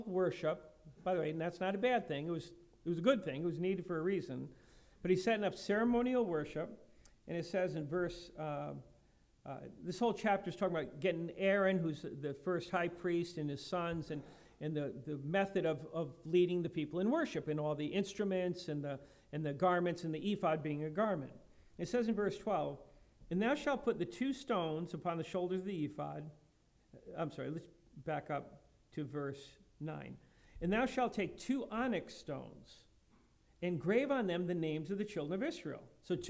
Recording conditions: large echoing room